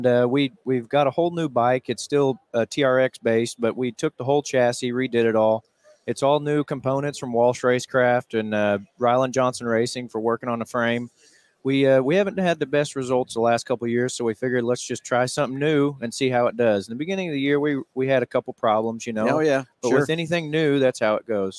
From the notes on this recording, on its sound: Live from PRI Trade Show in Indianapolis, IN.